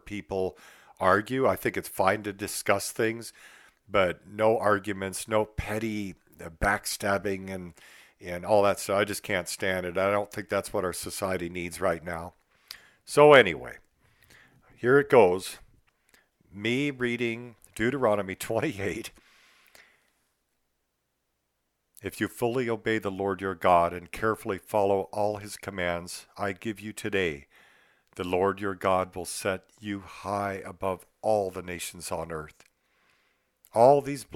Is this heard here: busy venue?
no